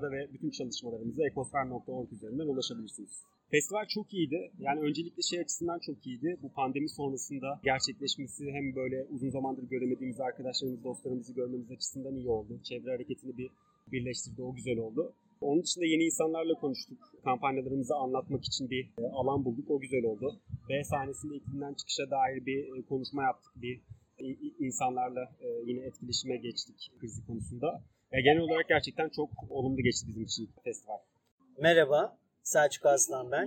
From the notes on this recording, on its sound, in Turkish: 3-5 Haziran'da gerçekleşen Kadıköy Çevre Festivali'nden sesleniyoruz. Oradaki ortamı sizlere de yansıtabilmek adına katımcılarla, STK'larla ve oradaki dostlarımızla minik röportajlar yaptık.